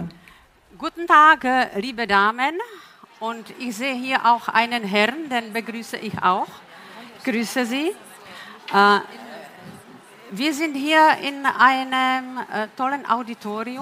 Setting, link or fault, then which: setting, busy venue